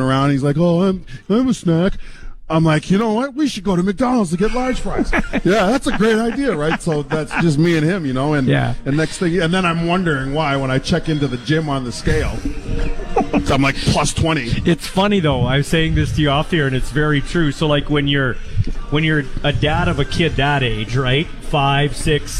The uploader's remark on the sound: LIVE in Saskatoon for #Riders Training Camp. LIVE in Saskatoon for #Riders Training Camp.